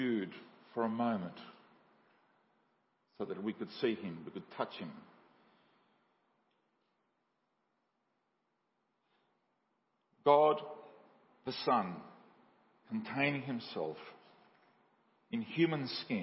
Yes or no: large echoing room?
yes